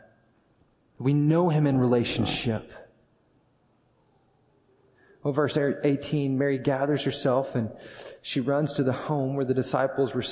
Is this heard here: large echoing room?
yes